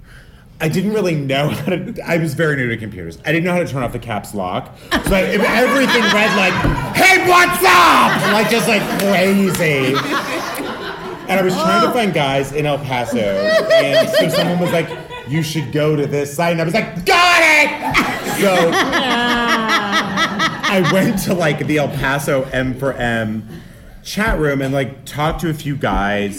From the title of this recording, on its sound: Live in San Francisco!